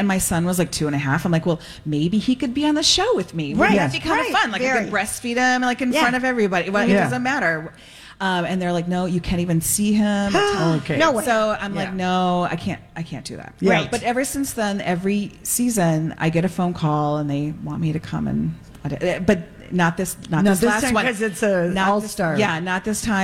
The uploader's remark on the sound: Live from Gay 90s.